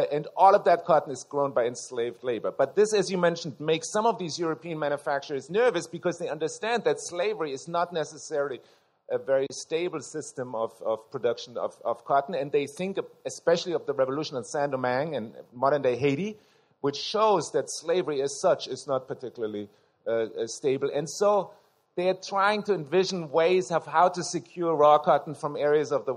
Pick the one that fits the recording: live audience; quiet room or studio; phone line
live audience